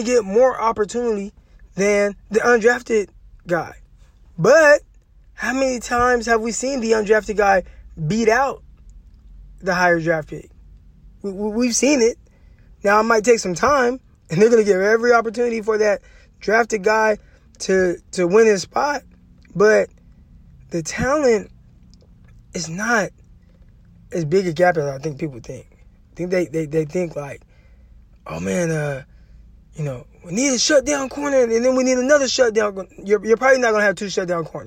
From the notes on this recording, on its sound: records live from 49ers training camp